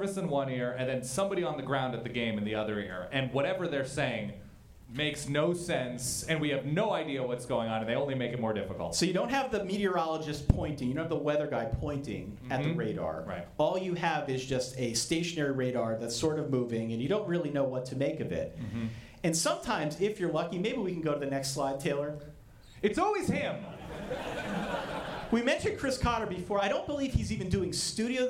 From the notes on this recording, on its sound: For two live shows and two nights of drafting. This audio is an edited version combining both live shows into one episode.